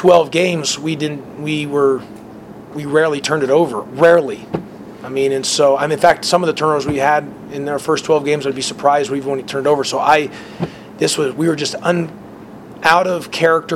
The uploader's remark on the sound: Postgame press conference following Virginia game.